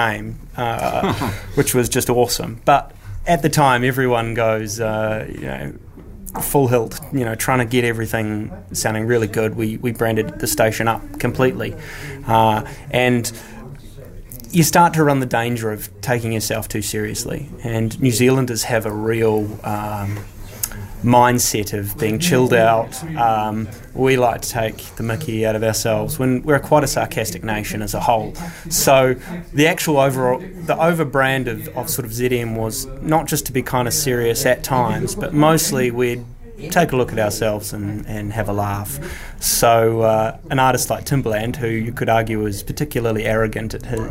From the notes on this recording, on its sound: Once again, we recorded it in a pub.